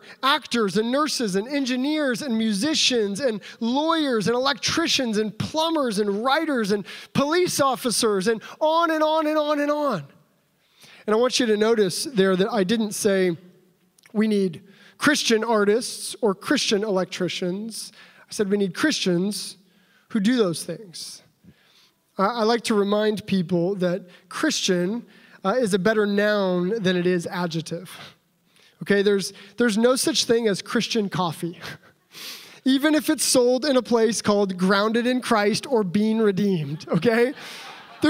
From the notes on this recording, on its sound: the opening address for the Center for Faith and Work Los Angeles' 2019 Annual Conference at Tapestry LA on April 6, 2019